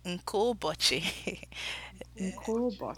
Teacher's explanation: Yes, that blending of the sound, what you're hearing there is the E and the U from nke ubochi. Because there are two vowels, the first vowel sort of loses its sound and the second vowel sound dominates. It takes over.